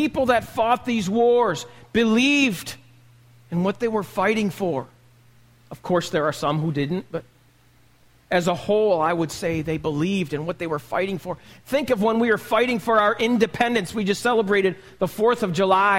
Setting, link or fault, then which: setting, large echoing room